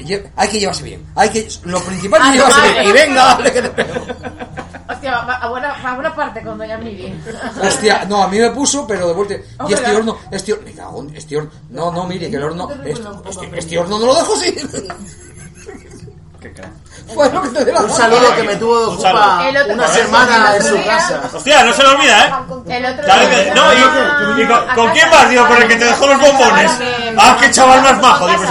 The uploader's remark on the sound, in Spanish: Programa grabado en mitad de una sobremesa con amigos y oyentes de todos los grados, tipos y niveles. Rodeados de algarabía, faltadas, spoilers...